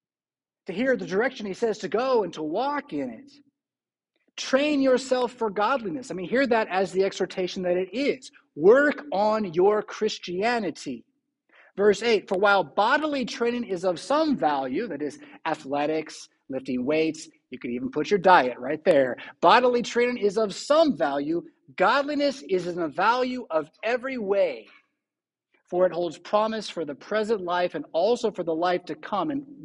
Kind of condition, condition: setting, large echoing room